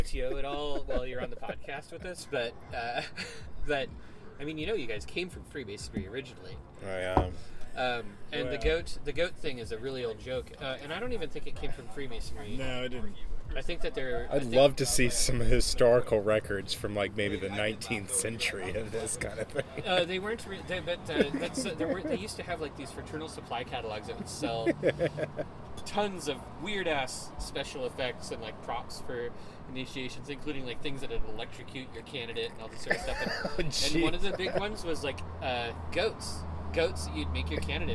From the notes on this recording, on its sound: We recorded this outside at the Bird + Bear in Southeast Portland.